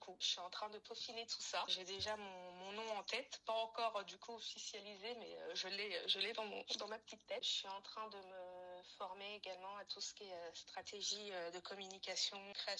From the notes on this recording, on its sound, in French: Cet épisode est enregistré par téléphone.